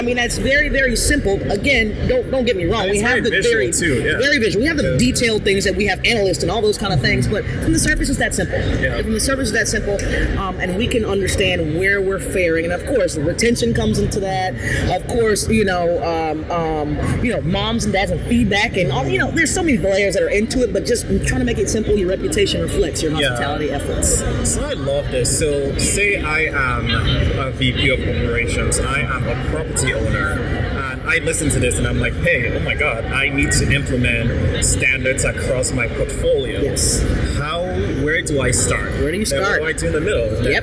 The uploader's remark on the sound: LIVE AT NAA